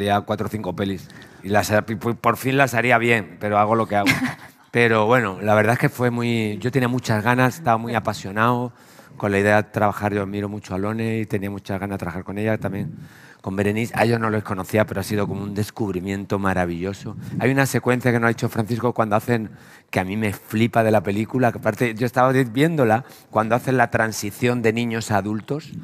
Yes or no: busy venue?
yes